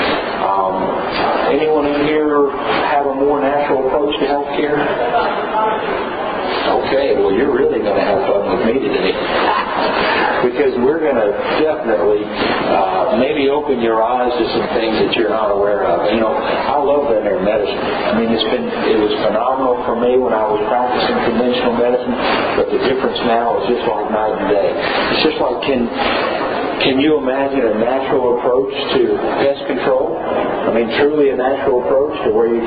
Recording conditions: live audience